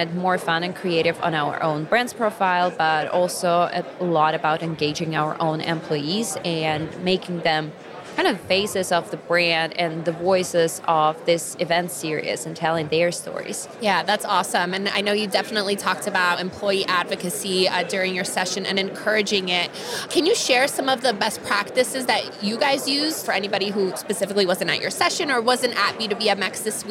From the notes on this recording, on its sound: From the show floor at B2BMX 2023.